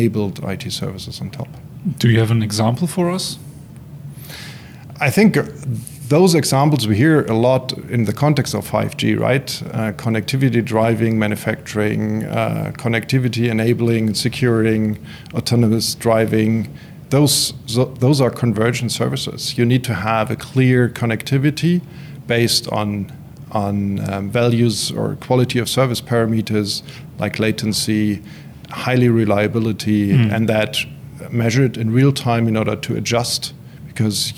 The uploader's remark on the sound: At the connect conference 2022 in Dresden